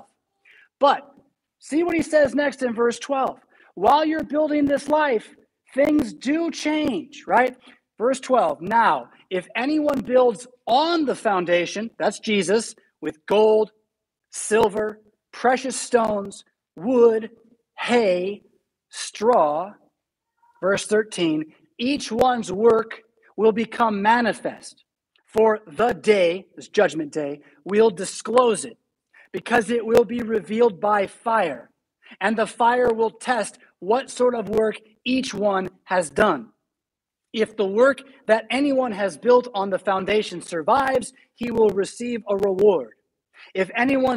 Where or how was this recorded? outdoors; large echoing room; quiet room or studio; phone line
large echoing room